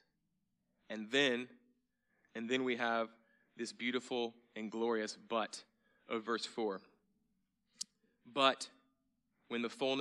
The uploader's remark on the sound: at Sojourn Galleria Church on Sunday, November 4, 2018